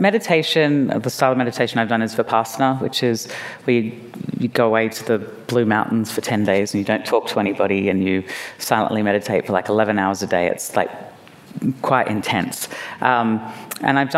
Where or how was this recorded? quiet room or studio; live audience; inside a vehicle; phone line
live audience